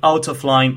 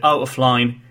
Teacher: t sound is elided, and that's a typical feature of spoken English · Shown in: second take · Term: elision